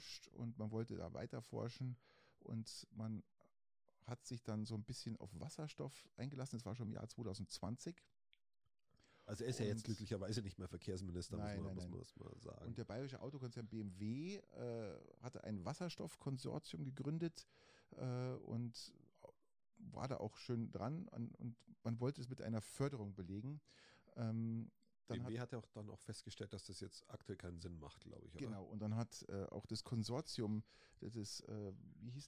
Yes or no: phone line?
no